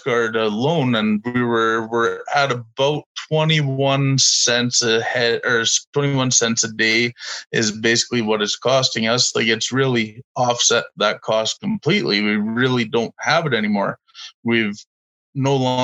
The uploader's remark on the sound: Webinar Recordings